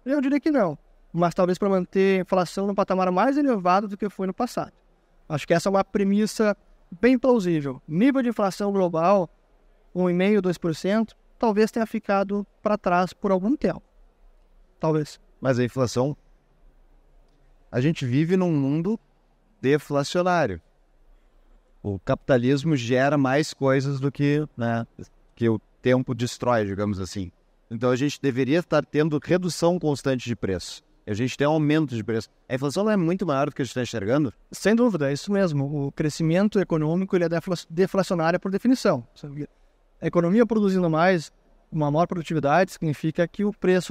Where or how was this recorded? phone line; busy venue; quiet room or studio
busy venue